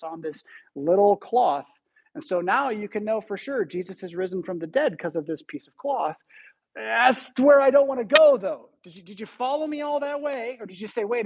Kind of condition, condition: setting, large echoing room